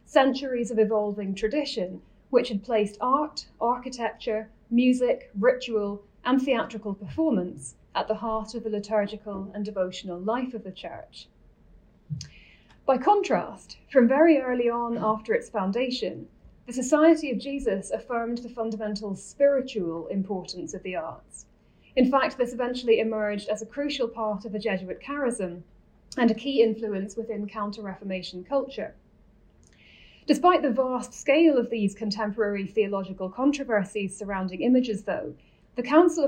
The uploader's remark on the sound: This lecture was given on November 21, 2022, at the University of Edinburgh.